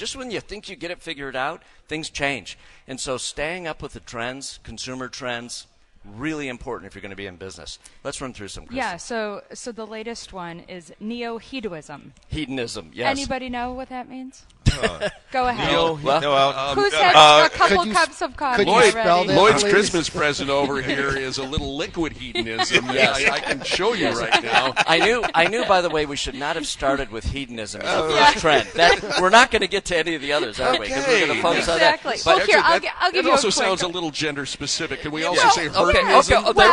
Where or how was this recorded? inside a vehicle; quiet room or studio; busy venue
busy venue